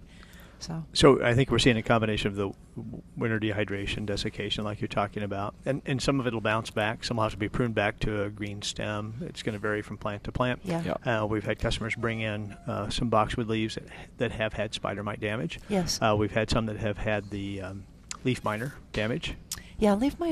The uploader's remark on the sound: live from Prairie Gardens